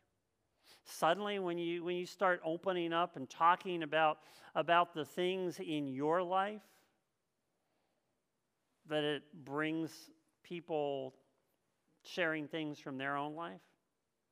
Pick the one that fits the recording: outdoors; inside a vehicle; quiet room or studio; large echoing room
large echoing room